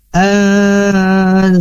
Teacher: nun sukun bertemu zai, nah maka ini harus disamarkan atau bisa disebut dengan hukumnya itu ihfa hakiki.